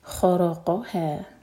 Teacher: خا را قاف، تینوں لیٹر ہیوی، اس کے بعد ہا لائٹ